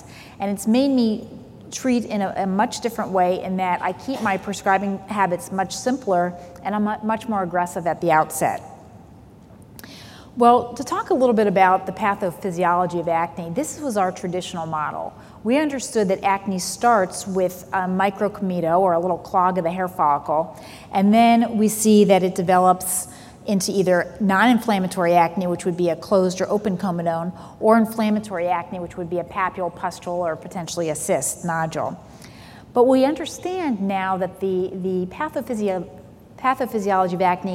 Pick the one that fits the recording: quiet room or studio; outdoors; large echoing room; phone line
large echoing room